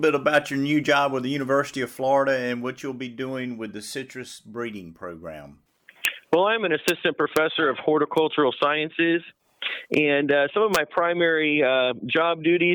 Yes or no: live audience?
no